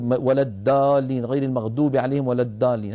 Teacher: بعض العاميات المعاصرة تجعل الضاد دالا أو قريبة من الدال